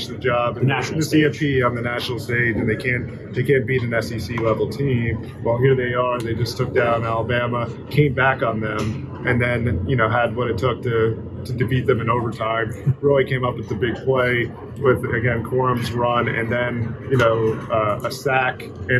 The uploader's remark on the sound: Emergency Podcast: Instant reaction to Michigan beating Alabama live from the Rose Bowl.